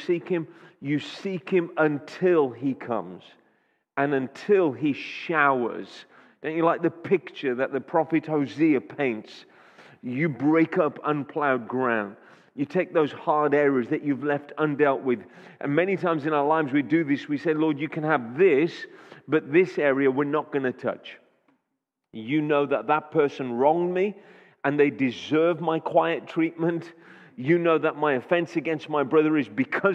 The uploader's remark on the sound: Audio recording taken from Kent Prayer Quake 2021